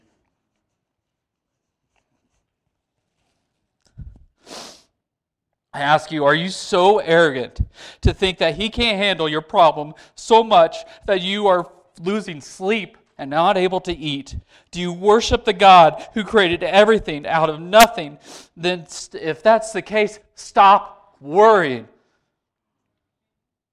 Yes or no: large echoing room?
yes